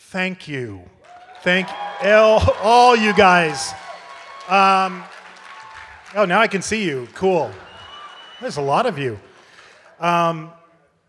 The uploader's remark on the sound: Halloween Horror Nights at Universal Studios Hollywood, live from Midsummer Scream. This is the full panel presentation.